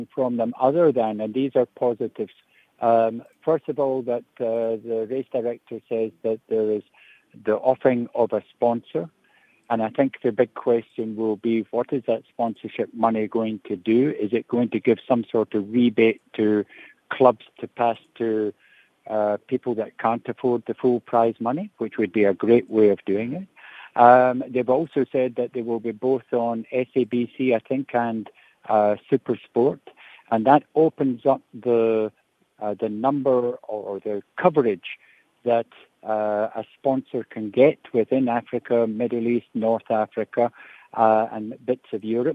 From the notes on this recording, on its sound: Guest on the line